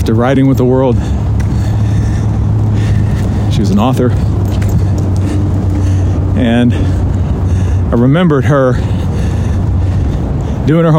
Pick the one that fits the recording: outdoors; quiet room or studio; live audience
outdoors